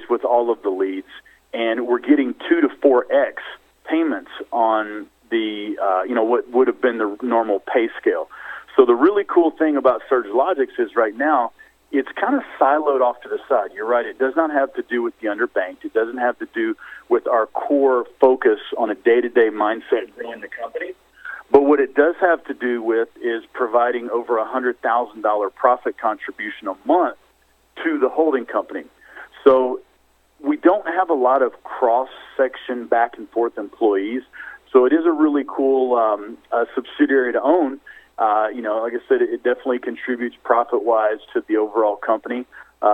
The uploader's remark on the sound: Surge Holdings Inc. Conference Call